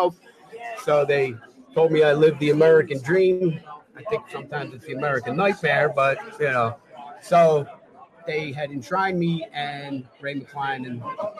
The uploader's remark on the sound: Live from, Atlantic City Boxing Hall of Fame